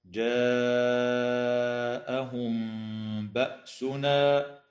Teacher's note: تخفى الميم إخفاء شفويا عند الباء مع الغنة في قوله تعالى جاءهم بأسنا